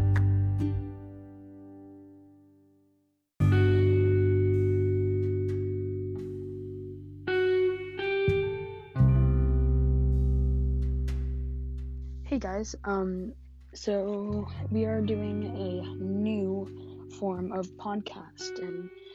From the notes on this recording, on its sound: This had some technical difficulties so I am so sorry for that!